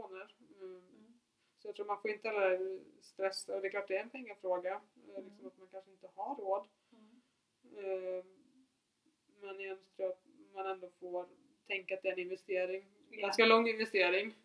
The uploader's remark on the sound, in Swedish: Ljudet är tyvärr lite lågt i detta avsnitt.